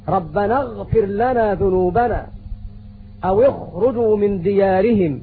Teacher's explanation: أدنى الحلق مجاور للسان يخرج منه حرف الغين وحرف الخاء